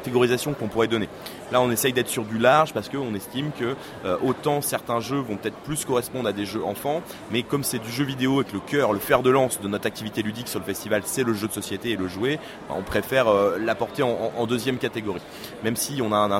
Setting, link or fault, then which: setting, busy venue